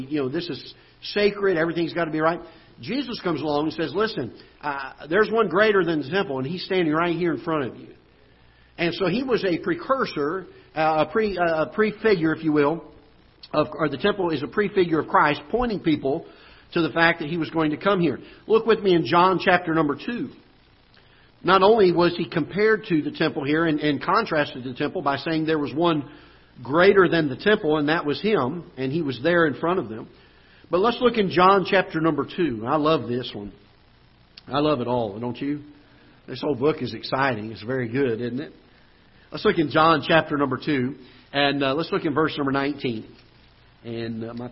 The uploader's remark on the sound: Ketha Heights Baptist Church ~ Live Broadcast